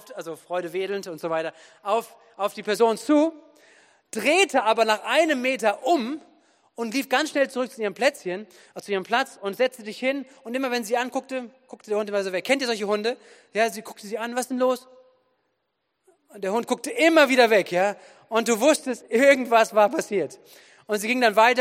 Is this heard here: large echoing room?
yes